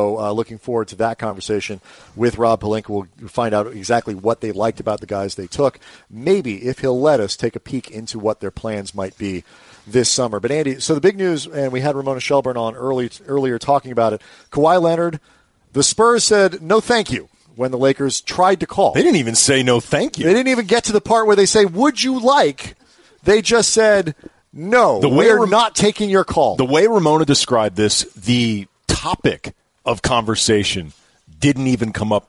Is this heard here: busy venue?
yes